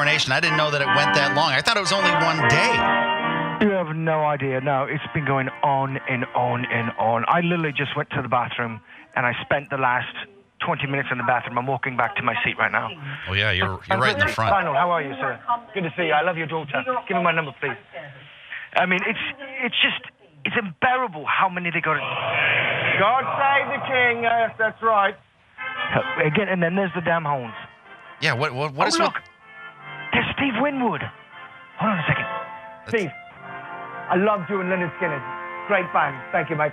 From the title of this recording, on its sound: calls the guys Live from the Kings Coronation